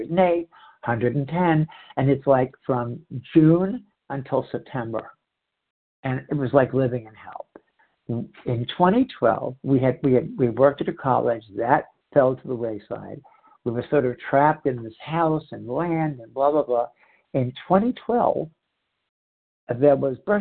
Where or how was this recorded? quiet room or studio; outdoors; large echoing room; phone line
phone line